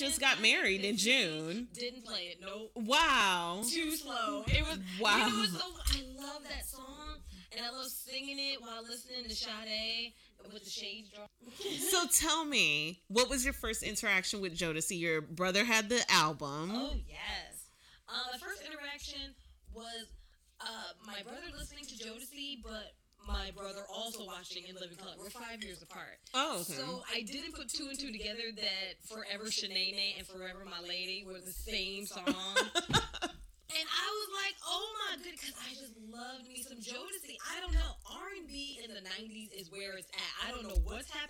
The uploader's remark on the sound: Apologize in advance for the audio issue.